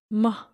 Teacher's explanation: in Korean, people tend to say the M sound more abruptly, more quickly, more suddenly. So that makes the sound that's similar to b.